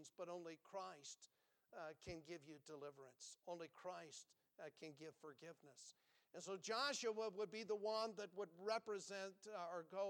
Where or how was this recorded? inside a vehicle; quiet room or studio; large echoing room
large echoing room